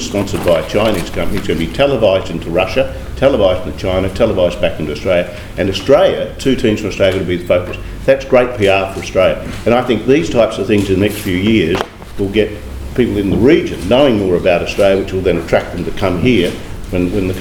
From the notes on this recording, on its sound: The Lowy Institute and the AFC Asian Cup 2015 Australia local organising committee hosted a one-day conference on 23 November 2012. This is a recording of Session 1: Trade and Investment.